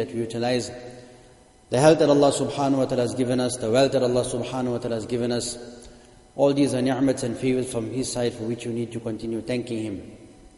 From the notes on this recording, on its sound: Jumuah lecture